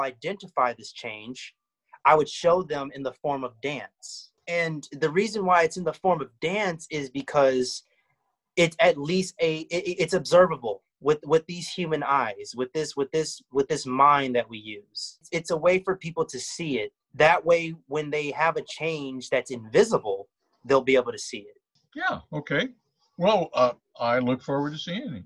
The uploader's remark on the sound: This podcast was recorded via zoom.